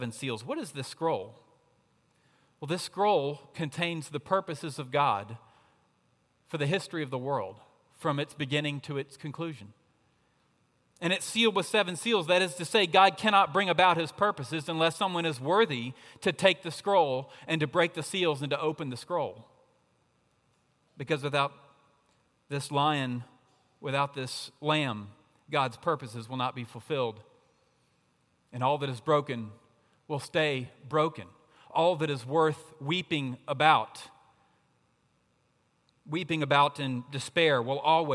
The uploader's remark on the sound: at Redeemer Presbyterian Church in Charleston, SC.